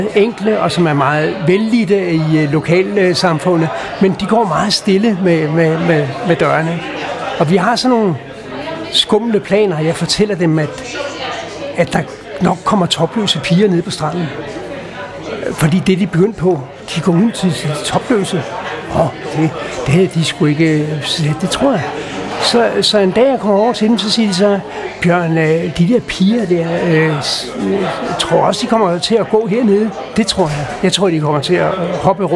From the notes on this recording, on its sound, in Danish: Optaget på Axelborg Bodega, København.